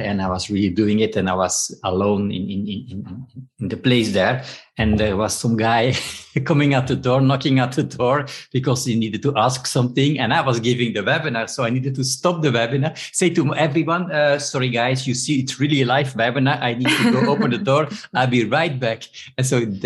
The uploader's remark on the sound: This episode was recorded through a Zoom-call on November 24, 2021.